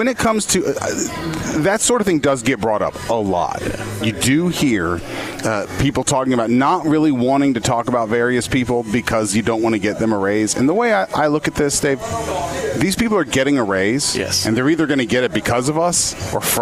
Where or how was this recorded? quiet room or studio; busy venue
busy venue